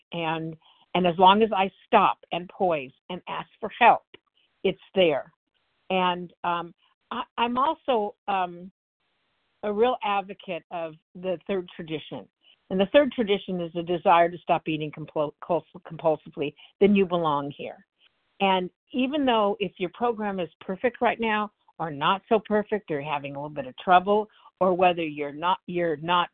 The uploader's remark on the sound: the 100 Pounders Phone Meeting, 12/12/23